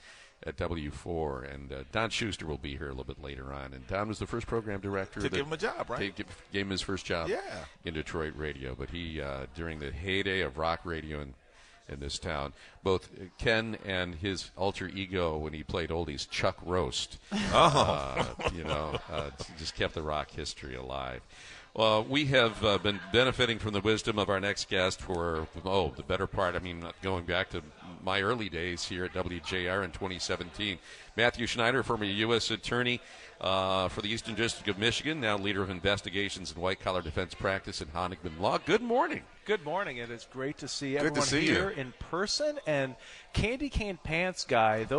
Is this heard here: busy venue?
yes